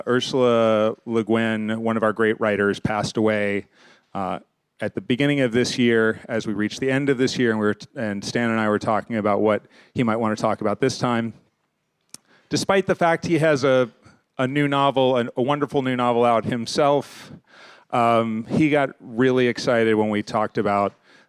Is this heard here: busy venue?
yes